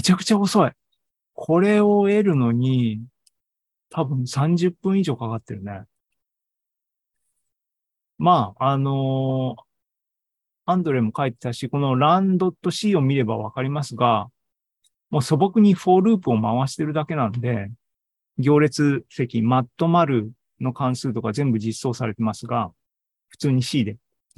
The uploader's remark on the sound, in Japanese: シーズン４３は２０２３年７月２９日に開催した ZOOMライブの模様です。